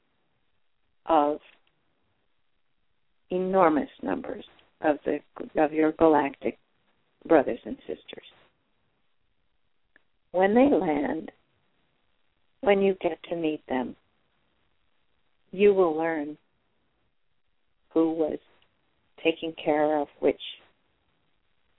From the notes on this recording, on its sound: Callers can call. Personal responses to callers during the special call-in segment.